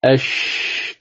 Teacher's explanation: حرف الشين، قال من وسط اللسان مع ما فوقه من وسط الحنك الأعلى